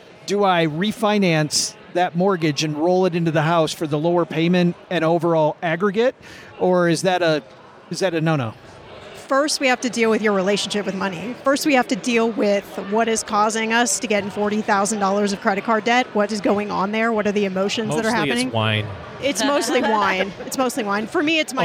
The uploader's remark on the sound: Live from Podcast Movement. That's why today we're live from the floor of the 2023 Podcast Movement Conference with two other great podcasters.